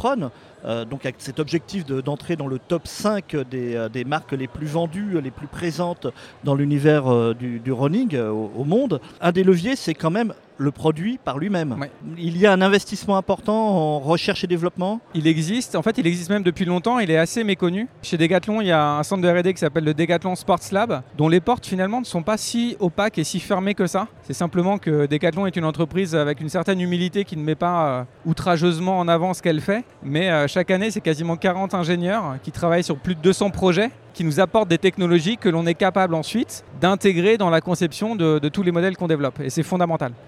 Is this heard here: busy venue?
yes